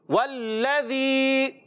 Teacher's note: جی ہاں پیارے بچوں، واو ہونٹوں کی گولائی سے ادا کریں گے، لام مشدد ہے رک کر ادا کریں گے. زال کی ادائیگی زا سے نہیں بدلنا چاہیے، زال کلیئر ادا ہونا چاہیے. · واو پر کھڑا زبر ایک الف کھینچ کر ادا کریں گے